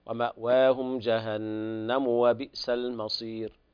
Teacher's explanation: النون حرف غنة مشدد حركتين فقط